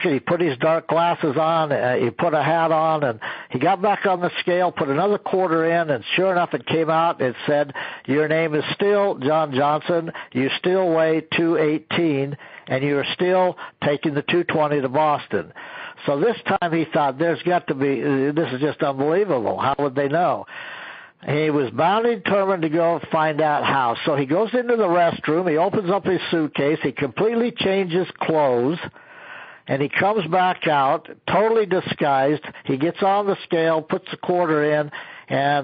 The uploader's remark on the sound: An archive of weekly conference calls.